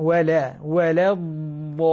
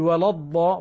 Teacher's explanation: لكنك فخمت اللام، هنا ينبغي أن ترقق اللام · Shown in: first take · ولا الضالين، هكذا.